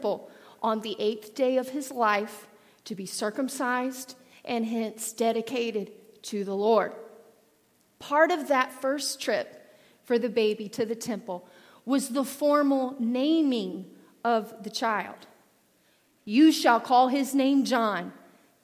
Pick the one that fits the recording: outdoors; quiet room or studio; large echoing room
large echoing room